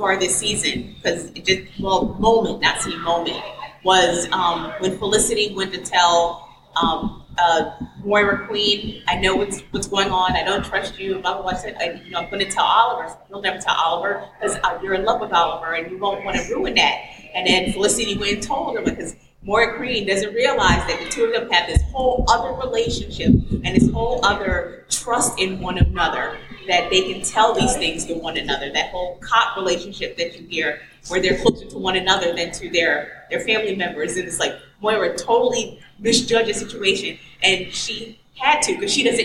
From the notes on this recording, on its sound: A Farpoint 2014 Panel